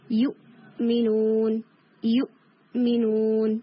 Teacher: جو حمزہ کی ساؤنڈ ہے اس کے اندر امپریزنمنٹ آف ساؤنڈ ہے، شدہ کی کوالٹی اس کے اندر پائی جاتی ہے. اس کے بعد جتنے لیٹرز آ رہے ہیں حمزہ کے بعد، یہ تمام قلقلہ حروف ہیں، قطب و جدن میں سے ہیں.